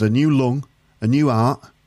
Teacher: he drops the T in the word heart